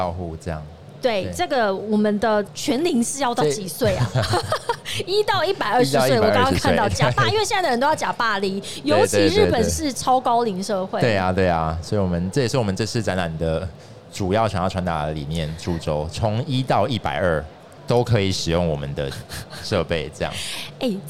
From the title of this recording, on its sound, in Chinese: 2022 Medical Taiwan台灣國際醫療暨健康照護展 -Live Podcast